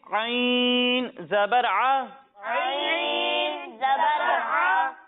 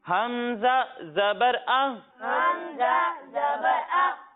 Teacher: جب ہم عین کی ادائیگی کریں گے تو اسے حلق کے درمیانے حصے سے پڑھیں گے، اور جب ہم حمزہ کی ادائیگی کریں گے تو اسے حلق کے نچلے حصے سے پڑھیں گے